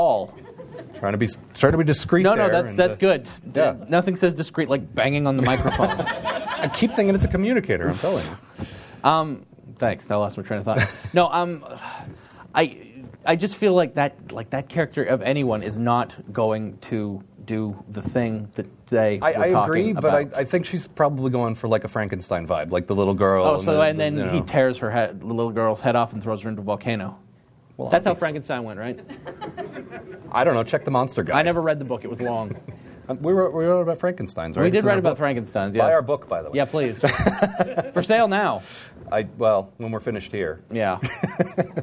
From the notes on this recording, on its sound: Recorded live at the Emerald City Comicon.